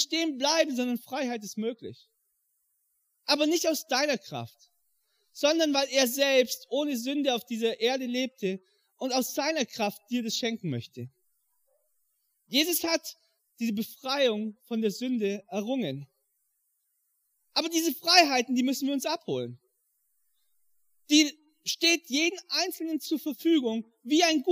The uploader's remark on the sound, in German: im Rangergottesdienst in der Life Church Ansbach